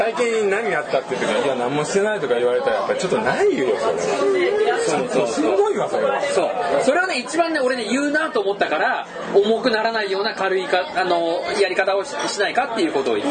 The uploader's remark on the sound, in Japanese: 前回に引き続き居酒屋収録です。